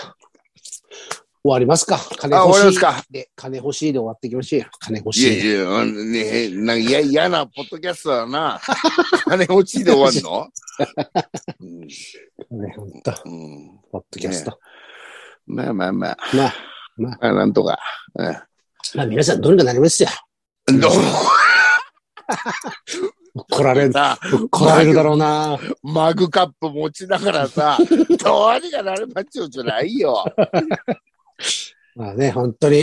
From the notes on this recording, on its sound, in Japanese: ZOOMで収録